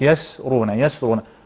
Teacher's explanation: فتفشي الشين واتساعها وانتشارها · Term: التفشي